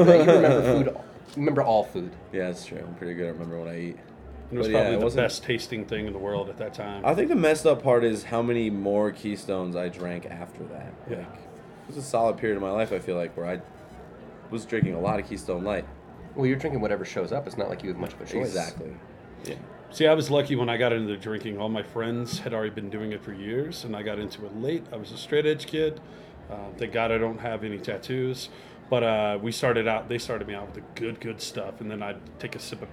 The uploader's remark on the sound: at Ska Brewing 20th Anniversary